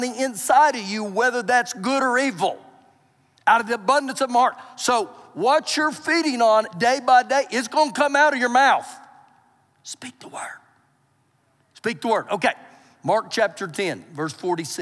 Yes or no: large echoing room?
yes